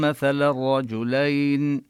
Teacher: رجلين الياء هنا حرف لين نبينها بوضوح